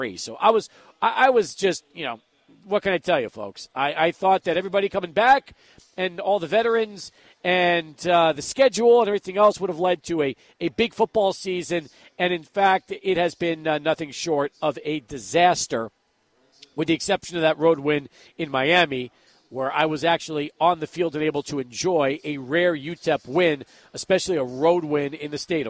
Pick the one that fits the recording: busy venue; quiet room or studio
busy venue